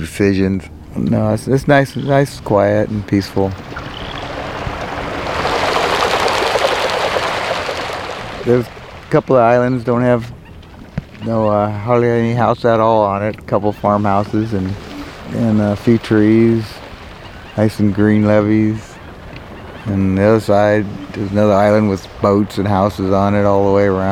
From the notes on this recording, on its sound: Bethel Island: Sounds from the outer edges of the Bay. A place that’s a little more than an hour’s drive from San Francisco, right in the middle of the California Delta — Bethel Island.